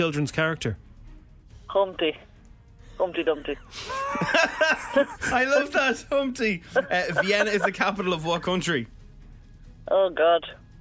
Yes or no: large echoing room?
no